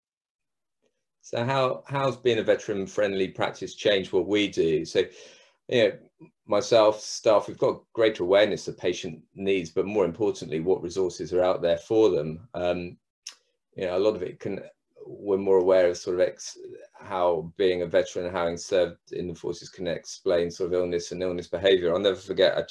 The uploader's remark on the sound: A recording from the Supporting Veteran Health in Primary Care webinar on 26th January 2021.